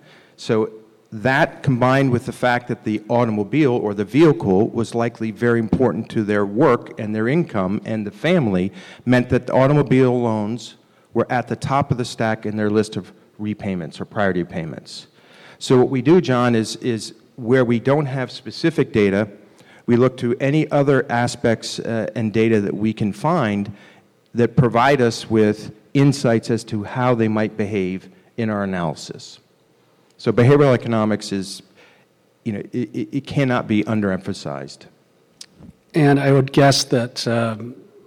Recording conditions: live audience